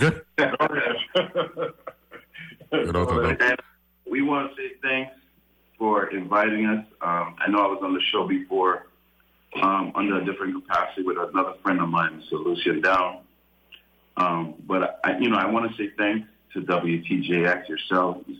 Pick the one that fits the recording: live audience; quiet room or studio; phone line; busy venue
phone line